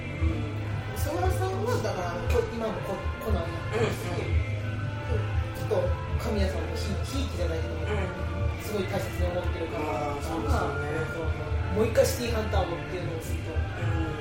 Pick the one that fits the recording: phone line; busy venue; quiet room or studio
busy venue